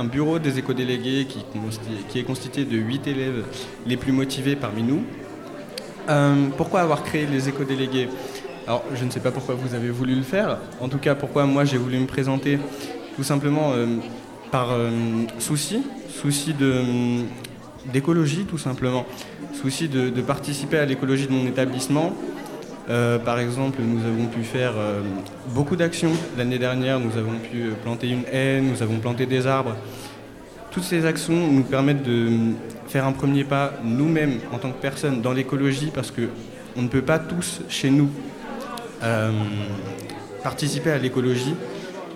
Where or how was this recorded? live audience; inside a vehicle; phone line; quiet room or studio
live audience